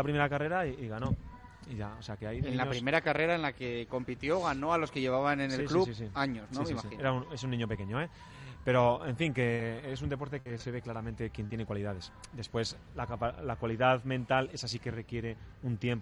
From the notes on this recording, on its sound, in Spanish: En directo desde LA FUNDICIÓN.